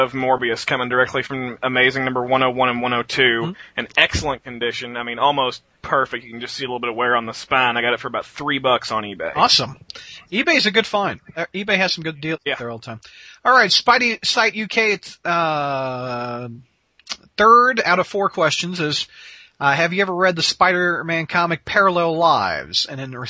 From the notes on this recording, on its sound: We wrap up our second hour of our live caller edition.